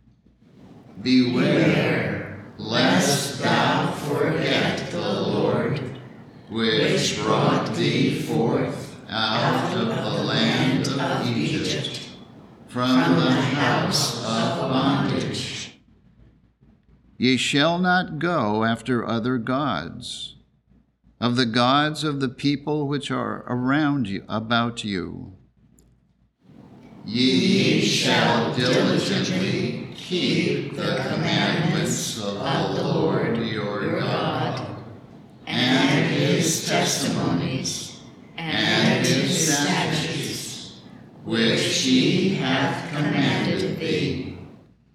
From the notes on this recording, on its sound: The Sunday service audio.